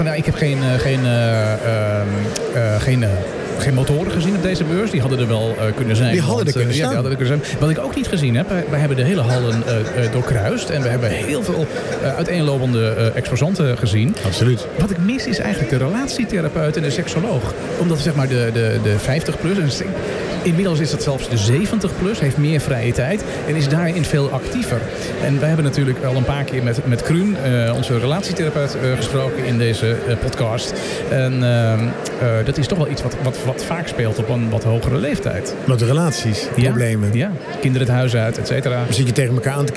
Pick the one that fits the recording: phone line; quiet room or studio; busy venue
busy venue